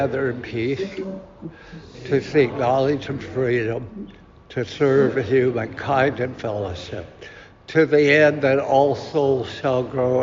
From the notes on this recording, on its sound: Recorded at Auckland Unitarian Church 7th May 2023.